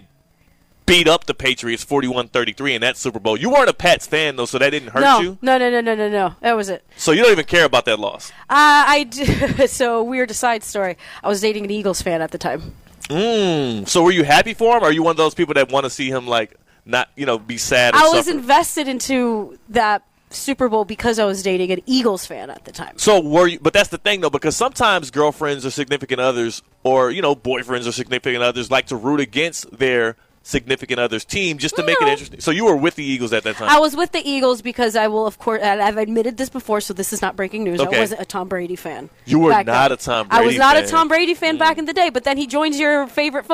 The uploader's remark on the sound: Live from the South Florida Fair!